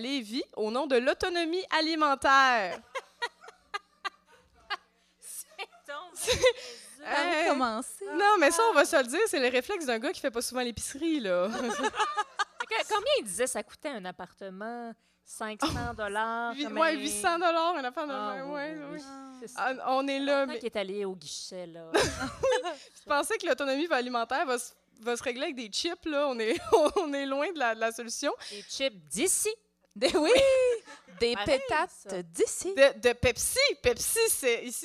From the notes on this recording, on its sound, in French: Enregistré à la Maison de la culture Maisonneuve dans le cadre du Festival Minifest le 17 juin 2023.